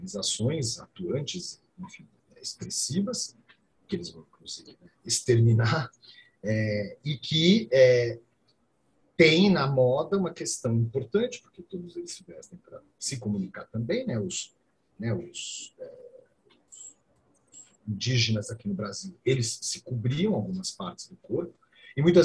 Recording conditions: video call